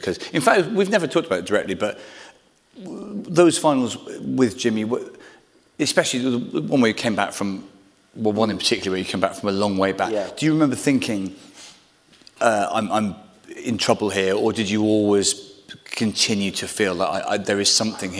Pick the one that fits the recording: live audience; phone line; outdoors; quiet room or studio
live audience